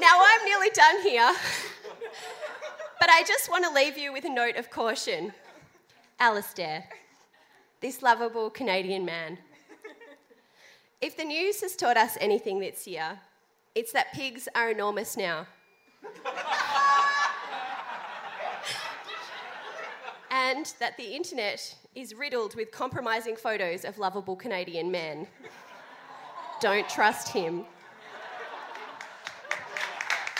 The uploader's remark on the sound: Recorded at Howler, October 17th. Sci Fight Science Comedy Debate is a bi-monthly science and comedy debate held at Howler Bar, Brunswick in Melbourne.